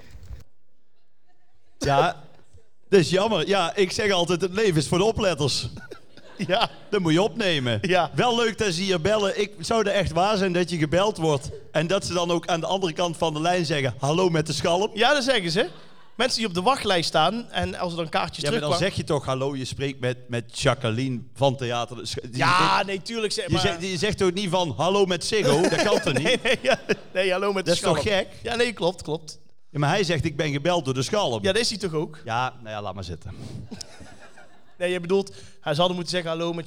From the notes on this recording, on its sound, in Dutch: De 100ste aflevering vanuit Theater de Schalm. Samen met 500 enthousiaste luisteraars hebben we de 100ste aflevering opgenomen.